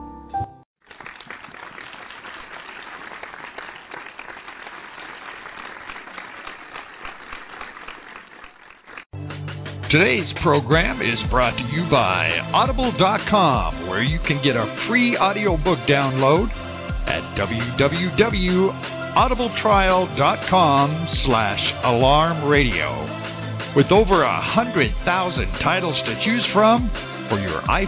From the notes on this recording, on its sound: LIVE CALL